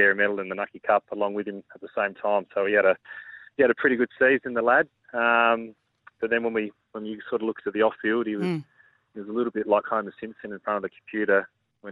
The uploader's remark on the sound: phoned